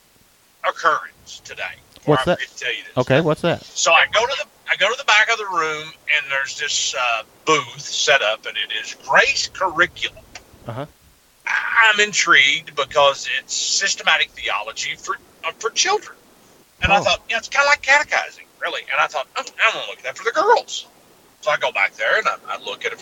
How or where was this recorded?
phone line